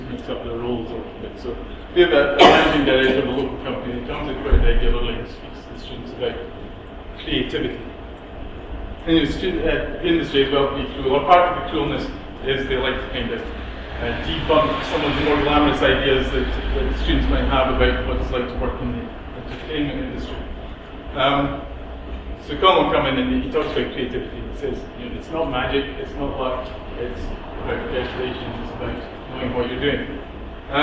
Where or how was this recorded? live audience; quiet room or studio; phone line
live audience